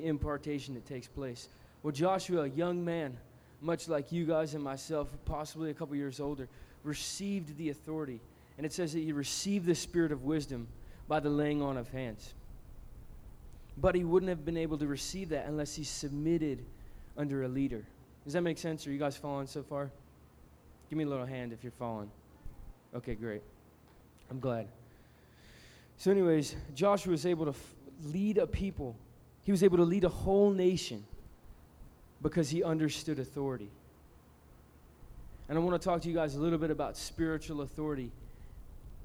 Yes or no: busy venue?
yes